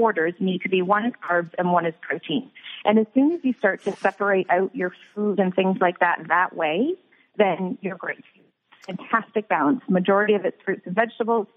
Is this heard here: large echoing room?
no